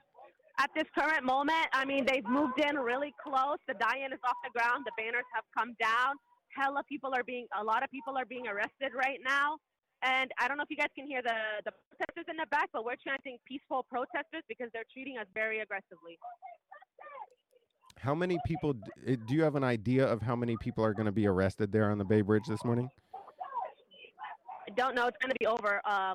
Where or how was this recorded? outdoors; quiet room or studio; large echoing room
outdoors